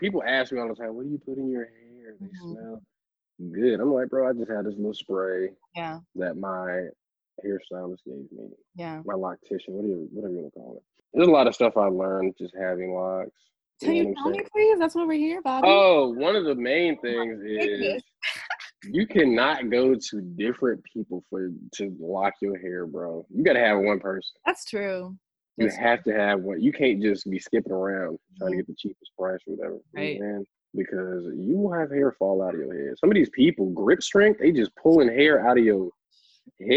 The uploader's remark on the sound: joins me for a Zoom call